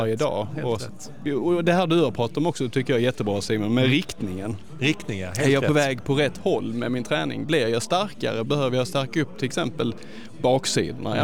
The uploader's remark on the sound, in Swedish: Direkt från invigningen av nya KIA Center hos Hedin Bil i Helsingborg snackar vi lite om tävlingssäsongen som kommer och hugger två löpare på plats.